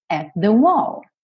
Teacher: Então, não vou dizer at the, não vou quicar no T duas vezes. Eu vou direto.